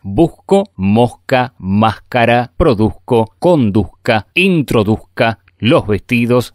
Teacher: aquí tenemos una lista de palabras donde las S's son aspiradas · Term: S's aspiradas